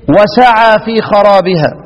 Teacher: دفعنا النبر من السين إلى الواو